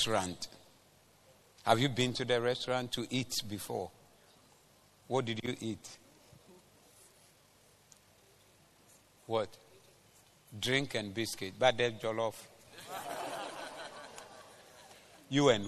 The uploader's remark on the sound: Preached at the Zeloo Service